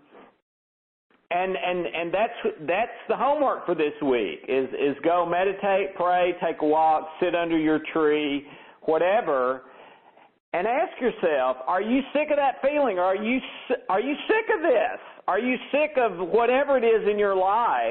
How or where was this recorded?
phone line